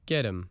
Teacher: The letter H in him disappears, and the vowel sound in that word is shortened. And the letter T in get changes to a D sound.